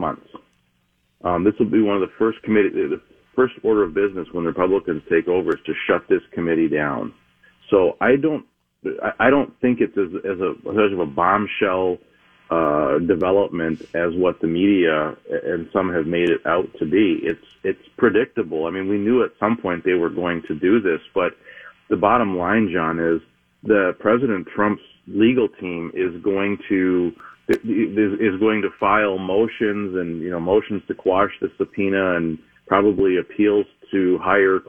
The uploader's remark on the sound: I did a phone interview.